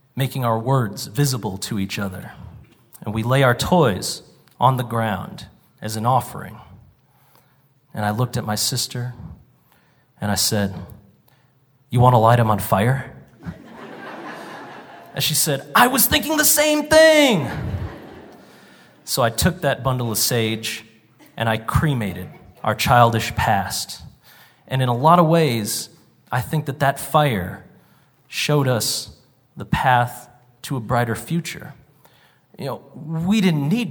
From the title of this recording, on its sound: Live from the Cowboy Poetry Gathering